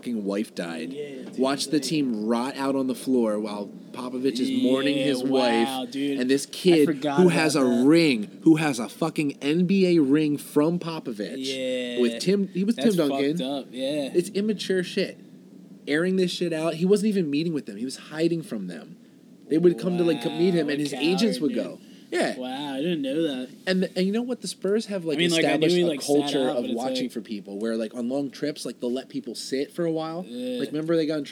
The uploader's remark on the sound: Join us for our first highpodthesis as we sit outside and discuss what this podcast is.